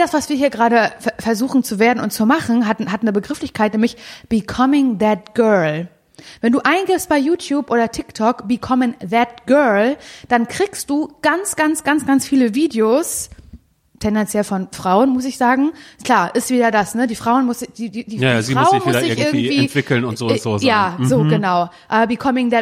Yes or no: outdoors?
no